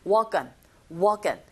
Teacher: walk의 크 자음이죠. 언의 어 모음이죠. 연음현상.